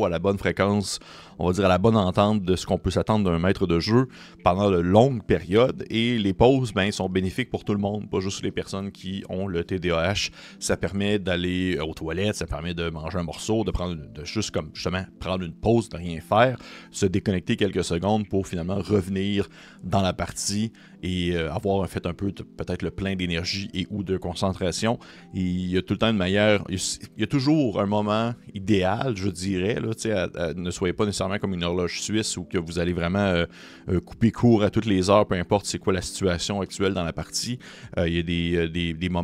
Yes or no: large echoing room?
no